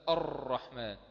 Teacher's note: اخفي تكرير حرف الراء اذا جاءت مشدده، لان لو شددت التكرير قد ياتي فيها اكثر. شرحنا في